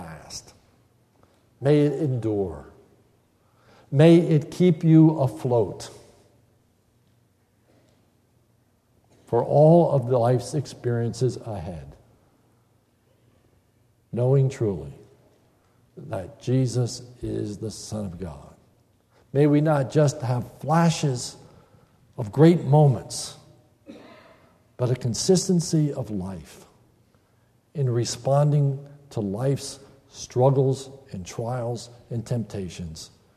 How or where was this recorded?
large echoing room